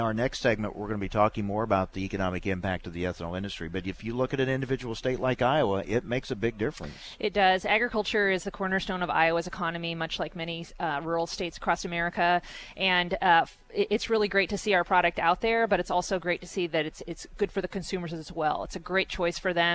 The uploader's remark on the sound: from the National Ethanol Conference in Orlando